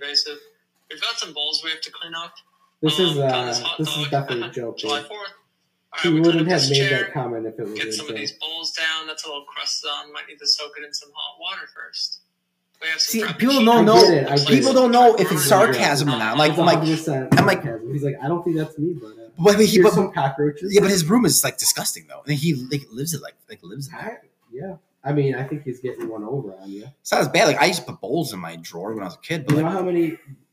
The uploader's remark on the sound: Audio issues